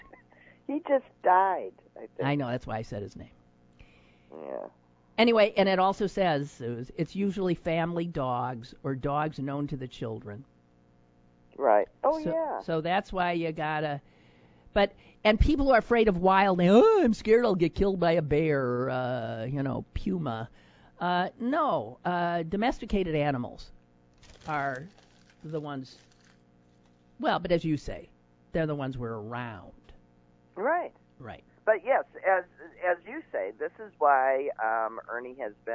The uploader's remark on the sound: only a small phone issue today